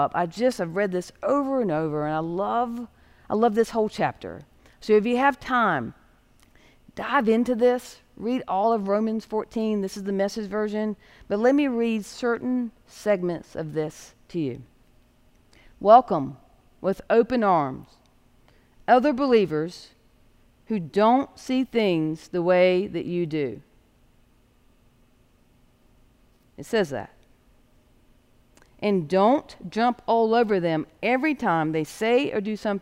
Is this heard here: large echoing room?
yes